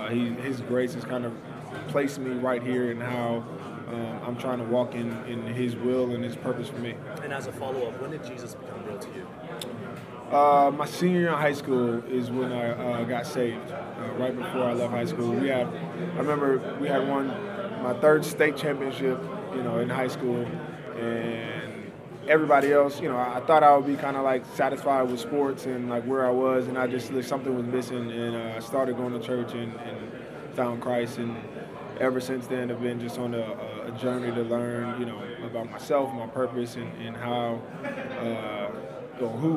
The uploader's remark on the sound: Live from Super Bowl LII in Minneapolis